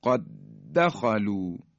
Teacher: یک دال رو تلفظ میکنیم و با شدت · Term: ادغام متماثله